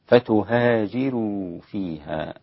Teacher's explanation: ترقيق الراء في كلمة فتهاجروا لورش عن نافع، فتهاجروا فيها هكذا، ولا بد من تبيين الترقيق حتى نفرق بين الروايات.